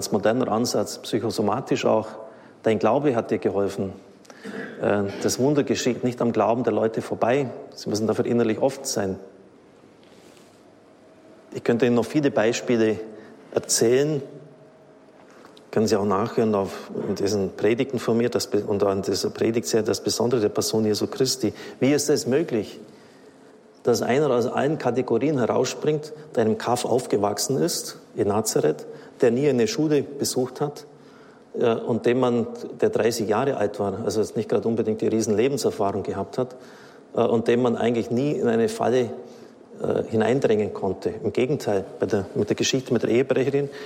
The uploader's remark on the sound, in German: Vortrag aus dem Oktober 2021, gehalten beim Marianischen Kongress in Aschaffenburg